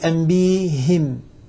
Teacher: أبدل الهمزة ياء وكسر الهاء لمجانسة الياء التي قبلها